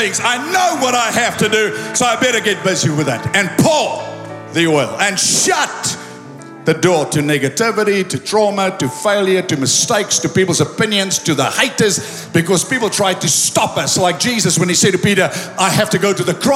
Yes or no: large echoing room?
yes